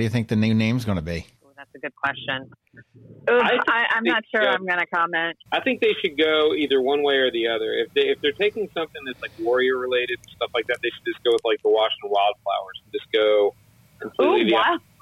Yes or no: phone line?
yes